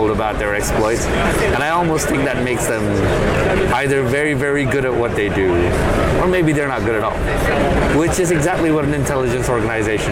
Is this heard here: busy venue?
yes